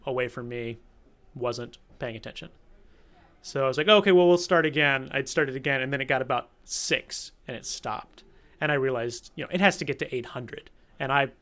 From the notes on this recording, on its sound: We're at the 99% conference with Radiolab.